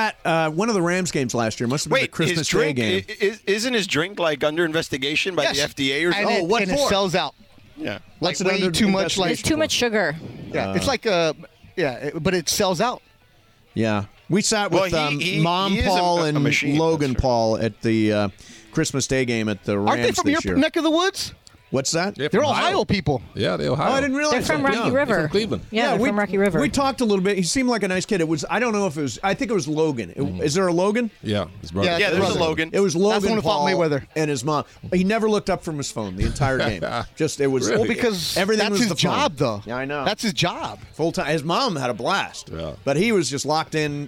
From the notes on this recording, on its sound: live from Rams Training Camp at UC Irvine!